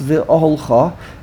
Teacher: notice there's no emphasis on the Chaf, emphasis on the Vase and the Aleph.